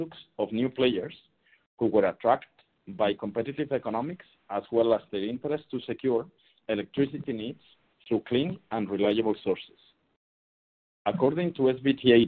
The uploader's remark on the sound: Q2 2023 Earnings Conference Call of Canadian Solar Inc.